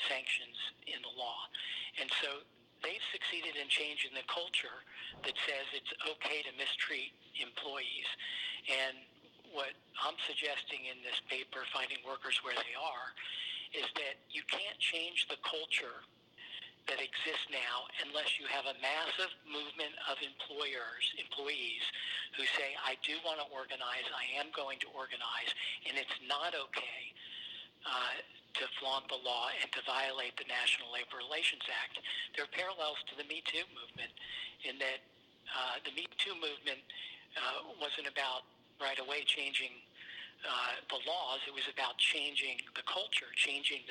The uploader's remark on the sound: spoke on the phone